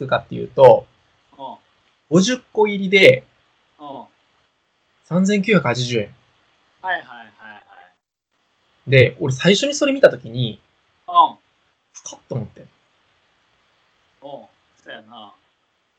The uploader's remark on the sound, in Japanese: １ヶ月ぶりの収録かつ初のリモート収録です。とんでもなくノイズ入ってて。